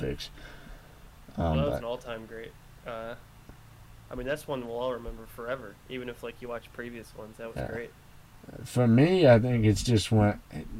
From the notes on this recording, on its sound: The audio levels are slightly off I do apologize.